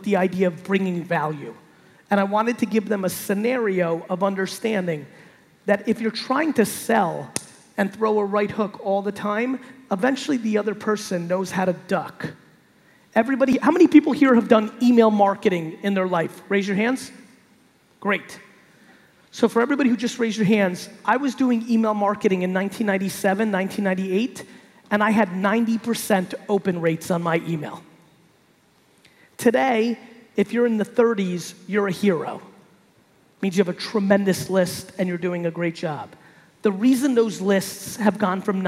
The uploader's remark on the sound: RD Summit 2019. A keynote that I gave at the RD Summit in Brazil.